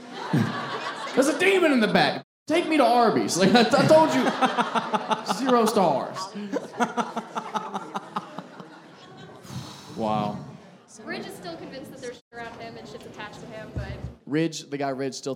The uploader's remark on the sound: Live Show Start & Audience Pranks. This episode was filmed in front of a live audience at a comedy club.